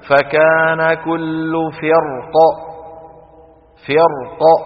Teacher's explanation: فرق مفخم قولا واحدا لزوال الكسر